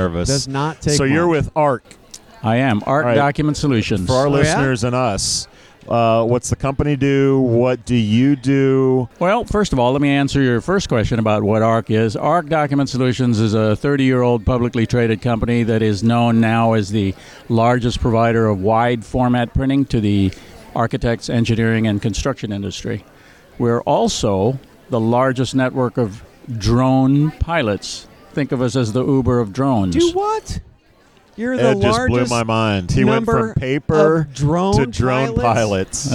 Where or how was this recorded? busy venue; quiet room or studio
busy venue